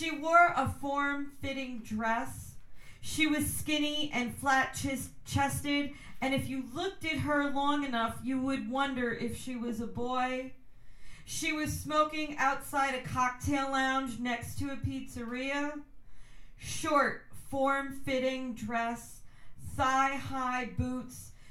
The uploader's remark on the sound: at the Poets Speak Loud poetry and spoken word open mic on January 28, 2019, at McGeary's in Albany, NY